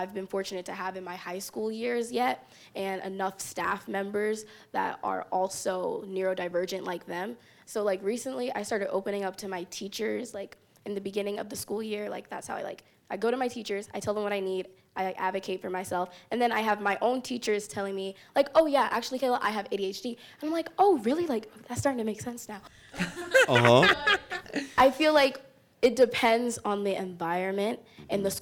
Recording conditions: live audience